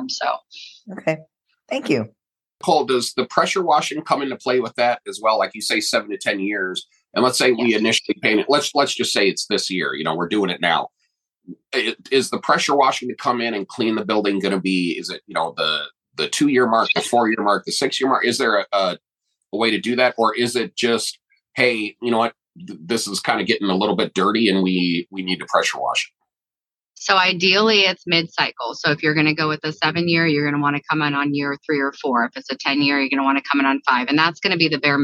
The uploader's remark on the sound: Our first zoom recording. Technology, when it works, we love it!